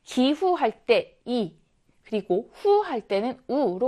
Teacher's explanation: 전설모음에서 후설모음으로 가는 것이기 때문에 앞에서 뒤로 가게 되겠습니다